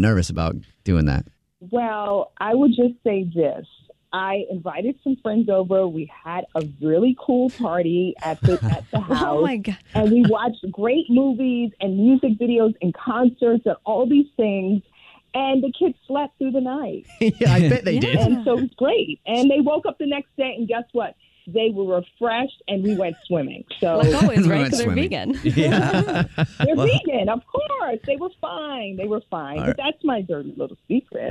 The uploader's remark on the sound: called into The Jubal Show